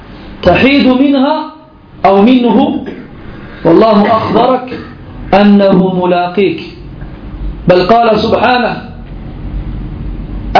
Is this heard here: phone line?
no